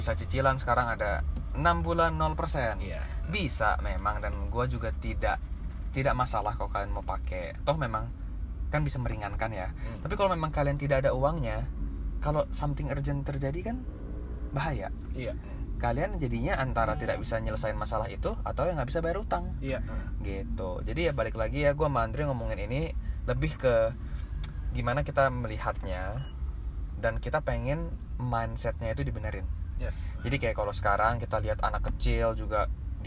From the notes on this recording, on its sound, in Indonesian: Mohon maaf jika banyak suara - suara mengganggu dari luar, dikarenakan podcaster bosan rekaman indoor terus